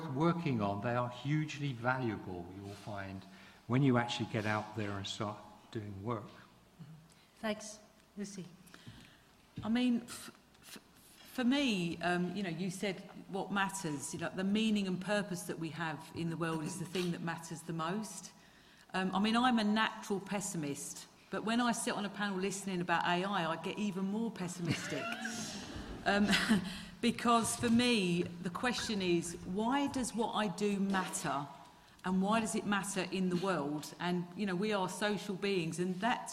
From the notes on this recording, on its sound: In this public event